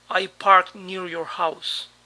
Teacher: Este t final no se pronuncia claramente en la conversación.